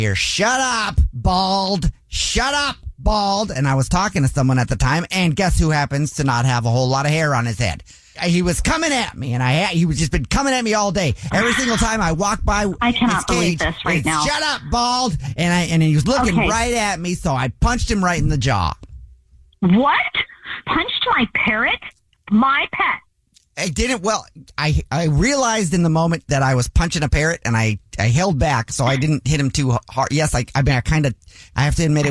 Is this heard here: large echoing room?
no